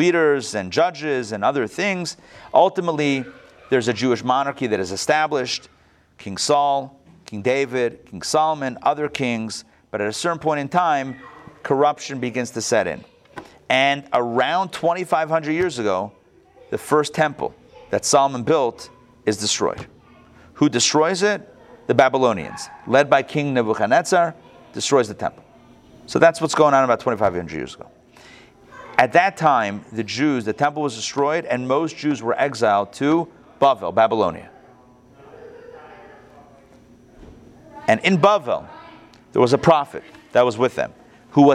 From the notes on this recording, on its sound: Recorded live at the Intown Jewish Academy on October 3, 2021